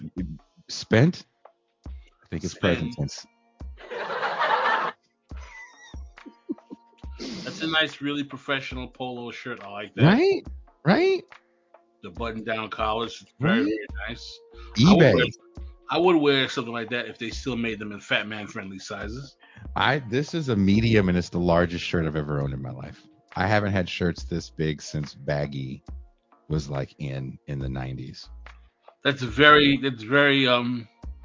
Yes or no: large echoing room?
no